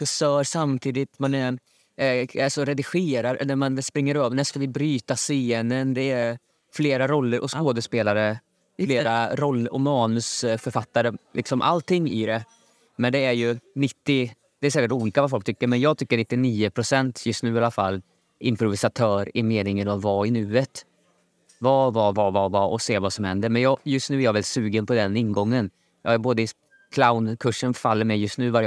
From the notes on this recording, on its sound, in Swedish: Vi sitter på ett café och spelar in avsnittet så ibland hörs det lite ljud i bakgrunden.